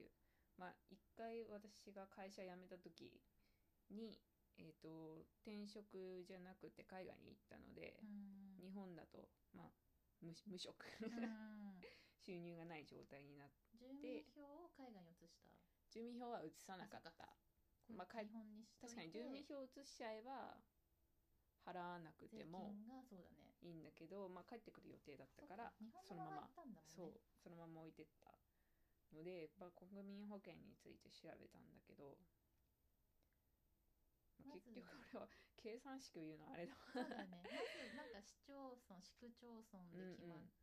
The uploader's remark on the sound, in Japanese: 音声が小さく BGM が大きくなってしまいました。